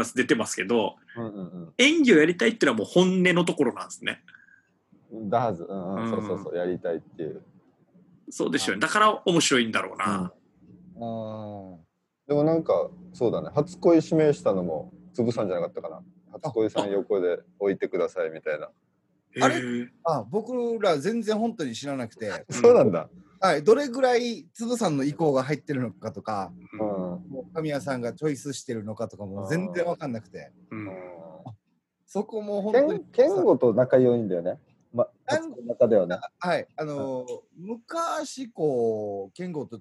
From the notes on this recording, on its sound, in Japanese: 今回もZOOMを使ってのリモートで風を吹かせました。そしてZOOMならではのハプニング。